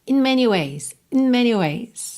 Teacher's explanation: Esse in do começo você quase não ouve, tá? Não é in many ways, é in many ways.